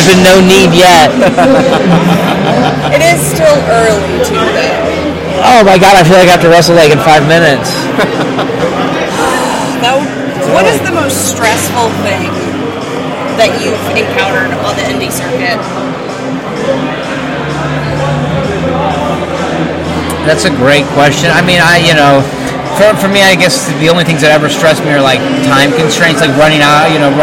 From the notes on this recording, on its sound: Bear with the background noise